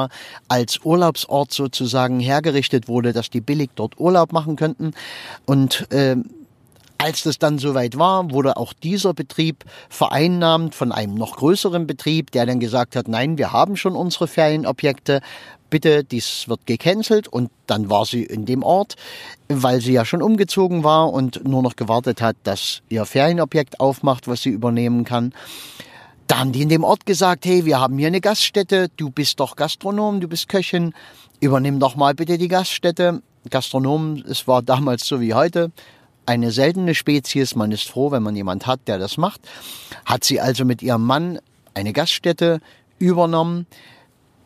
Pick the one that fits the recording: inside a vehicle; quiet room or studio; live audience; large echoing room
inside a vehicle